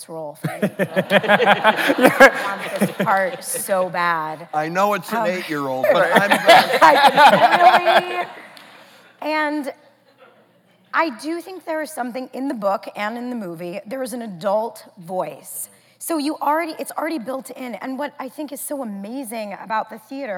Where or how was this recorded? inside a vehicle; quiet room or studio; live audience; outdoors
live audience